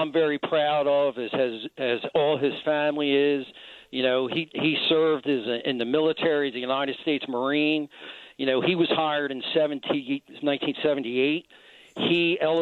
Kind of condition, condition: link, phone line